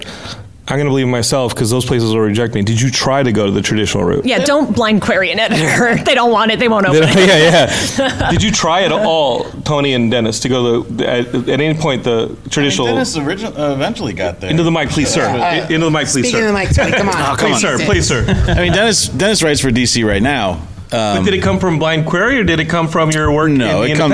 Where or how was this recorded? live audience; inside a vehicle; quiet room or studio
live audience